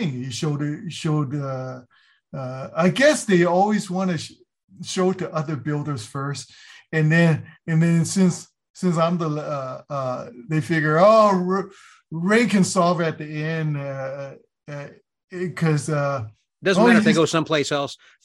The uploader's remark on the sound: our conversation recorded via Zoom